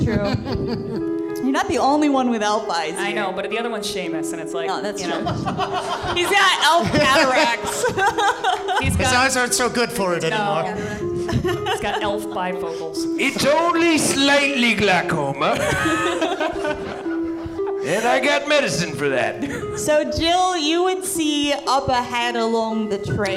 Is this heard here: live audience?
yes